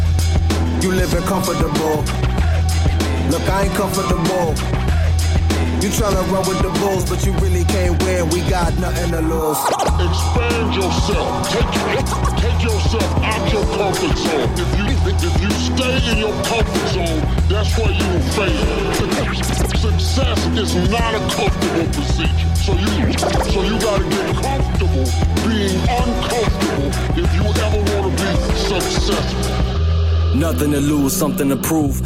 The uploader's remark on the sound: Beyond FM Live from Pop's